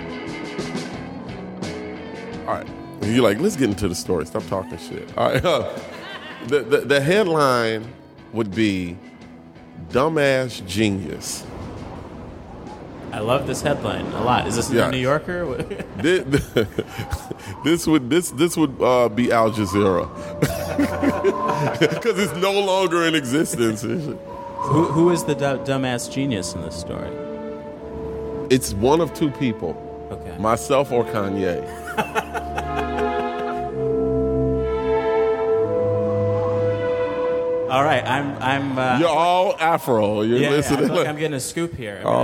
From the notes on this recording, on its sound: LIVE!! at the Chicago Podcast Festival. Recorded November of 2016 at the Chicago Podcast Festival.